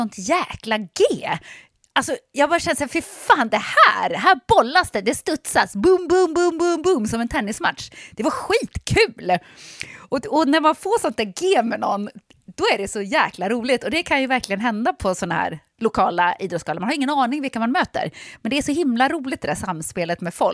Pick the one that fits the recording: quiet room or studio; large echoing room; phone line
quiet room or studio